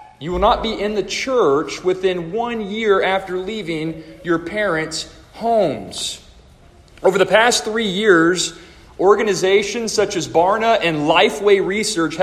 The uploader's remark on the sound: A chapel message delivered to the students and faculty of the Deep Roots Homeschool Co-Op of First Baptist Church-Inez -Inez, Texas